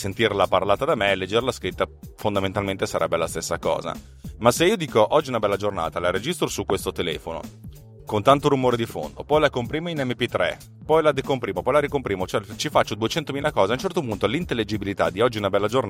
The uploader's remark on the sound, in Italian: Un nuovo programma di pulizia audio per farvi sentire TechnoPillz sempre meglio nonostante sia registrata in un'automobile che corre e va!